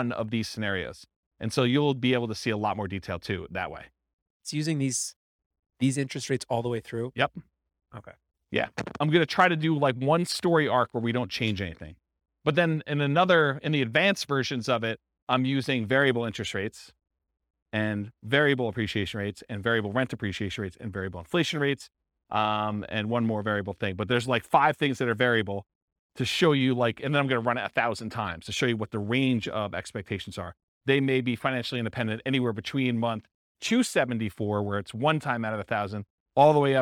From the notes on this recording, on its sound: This was a live class recorded